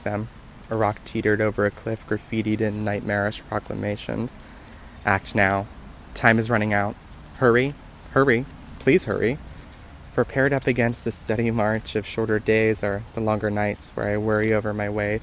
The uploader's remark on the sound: Voice Memo. Recorded this on a rainy walk. Can you hear the hills?